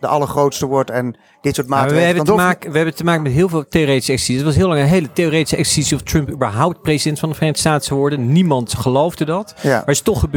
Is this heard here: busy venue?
yes